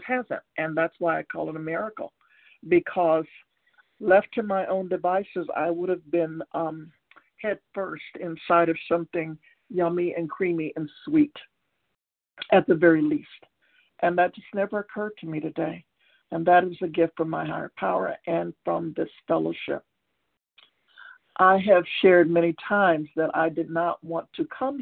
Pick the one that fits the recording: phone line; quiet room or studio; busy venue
phone line